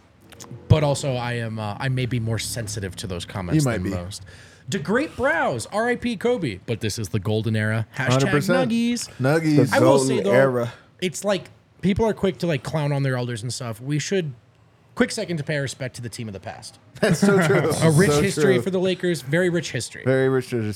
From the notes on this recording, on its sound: LIVE from the DNVR Bar